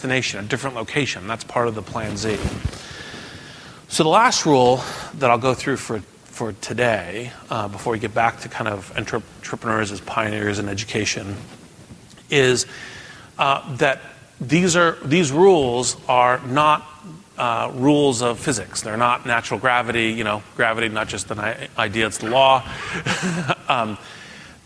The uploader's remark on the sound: keynote address from the Endeavor Entrepreneur Summit